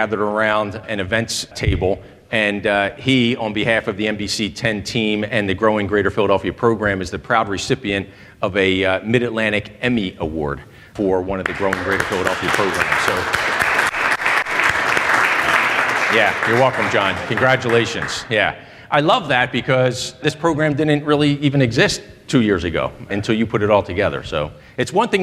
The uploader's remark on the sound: In front of a live studio audience at their spacious and welcoming facility known as Independence LIVE.